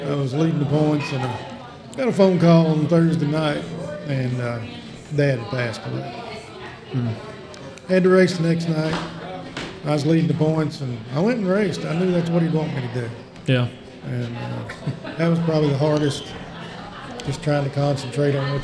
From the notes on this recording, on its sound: LIVE from the Brickyard Cafe